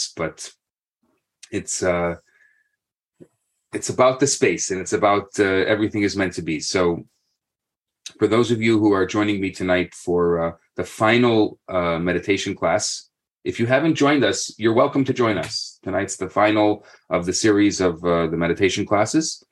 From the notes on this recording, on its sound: Thursday Morning Class. On ZOOM.